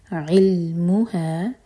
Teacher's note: عن الساعة قل انما نون پر غنہ علمها، ہا کی ضمیر سے پہلے مو پر زور